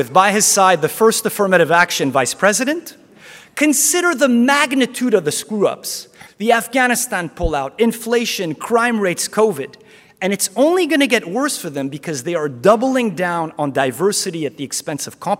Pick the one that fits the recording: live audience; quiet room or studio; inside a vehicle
live audience